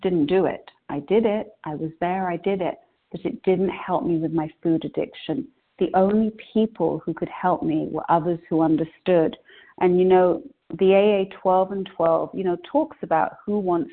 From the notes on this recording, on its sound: 100 Pounders Phone Meeting.